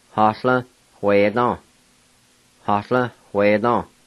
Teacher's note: on the second part, there's an H sound with that W.